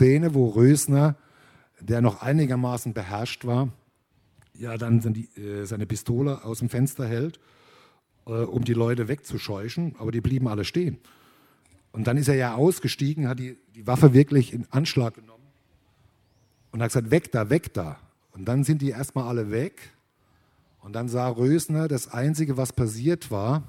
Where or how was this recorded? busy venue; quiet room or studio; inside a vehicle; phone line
busy venue